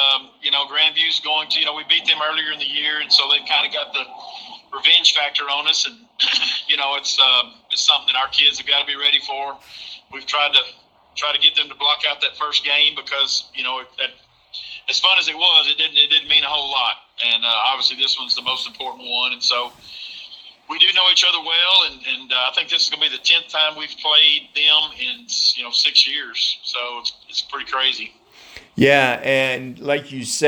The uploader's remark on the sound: This interview was recorded by phone